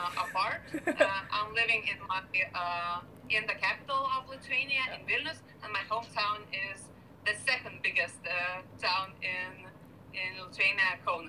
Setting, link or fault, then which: fault, poor sound quality